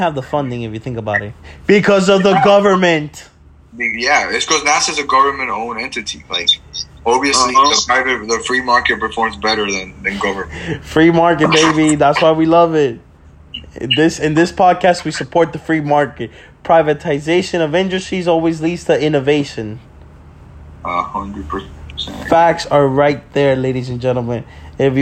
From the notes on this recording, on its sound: The boy meet up via zoom to talk about the situation thats going on in this country.